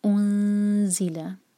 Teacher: آگے ہے انزلہ، الف پر ضمہ ہے، ہوٹ گول ہوں گے لیکن نون پر جب آئیں گے تو ہوٹ گول نہیں رہیں گے. انزل، زا پر بزنگ ساؤنڈ اور زا پر زور بھی دیا جائے گا، نون ساکن کے بعد آ رہا ہے.